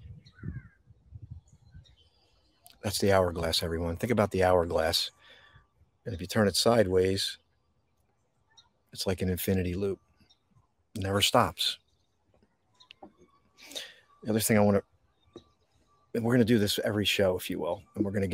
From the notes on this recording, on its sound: This Episode originally streamed live on location at Boundary Creek Reserve - Moorestown NJ. The audio from this podcast was taken directly from this live stream.